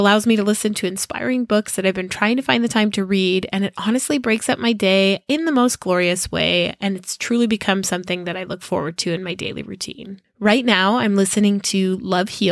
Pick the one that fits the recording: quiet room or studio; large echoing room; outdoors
quiet room or studio